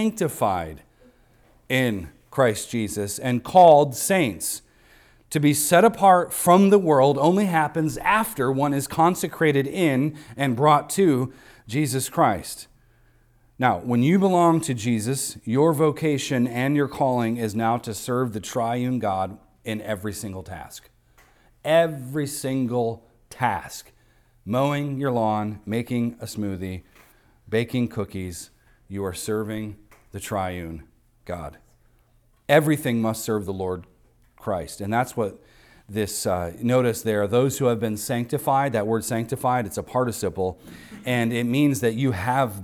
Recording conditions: large echoing room